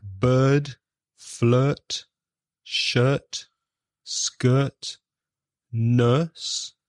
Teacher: it's exactly the same as the schwa, but it's longer. It's a longer vowel sound.